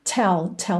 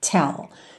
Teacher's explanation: Tell tem um arzinho nesse T, tá? Não é tell, é tell.